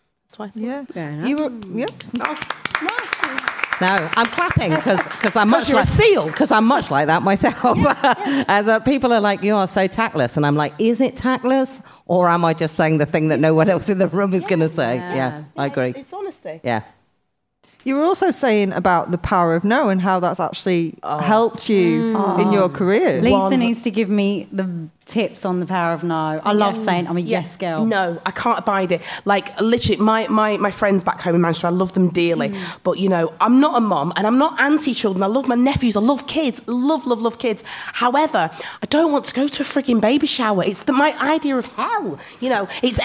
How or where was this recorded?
live audience